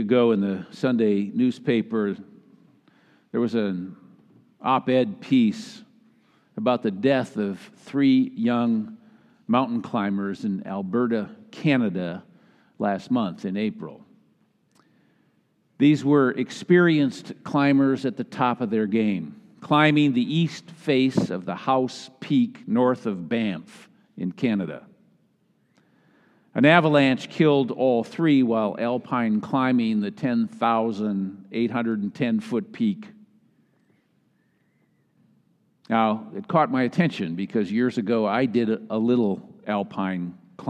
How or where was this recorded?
large echoing room